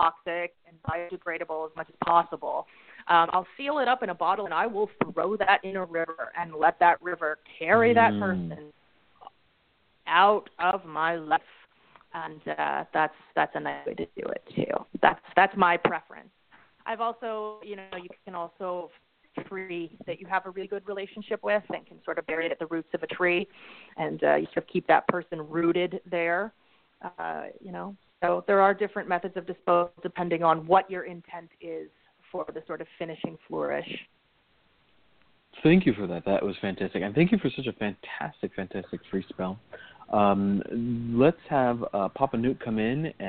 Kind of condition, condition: link, phone line